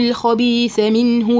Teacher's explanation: الخاء الخاء مفخمة مفخمة وخصوصا المفتوحة